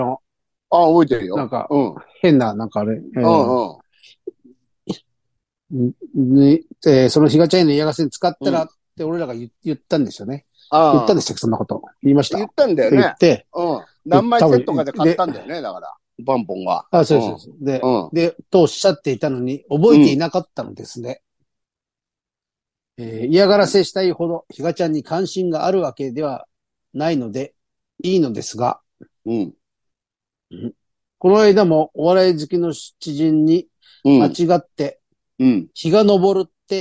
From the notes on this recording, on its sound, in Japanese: ZOOMで収録